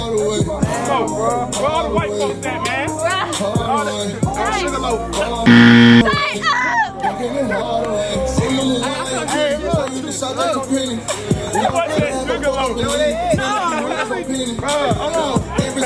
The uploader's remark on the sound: We're Live At Central Park School Drive